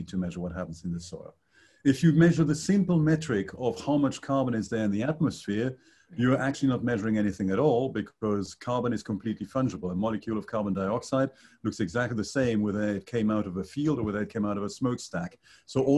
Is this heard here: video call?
yes